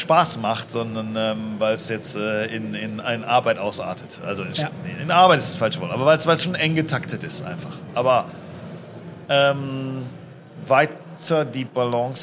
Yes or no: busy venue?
yes